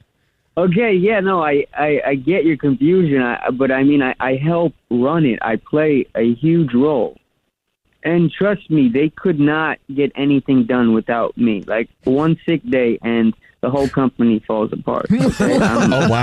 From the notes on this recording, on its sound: We get that other person on the phone